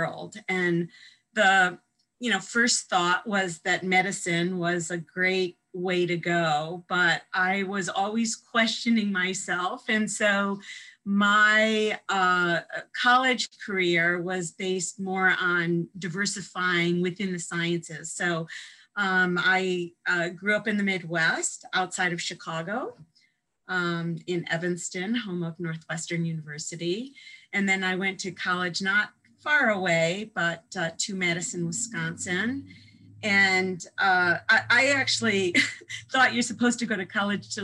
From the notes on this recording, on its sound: This interview was conducted. Over Zoom.